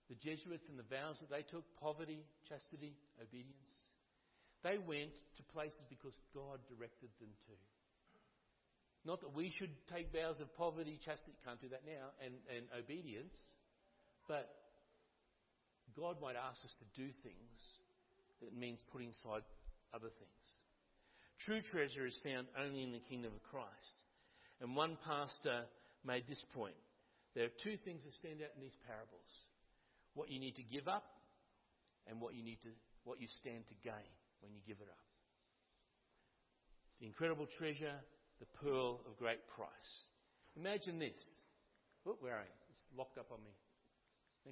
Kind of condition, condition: setting, large echoing room